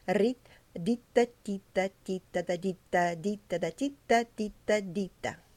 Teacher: always put a D, dental D